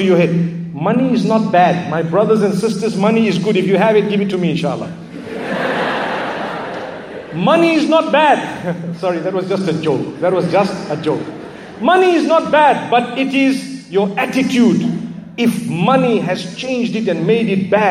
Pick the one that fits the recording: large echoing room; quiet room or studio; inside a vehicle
large echoing room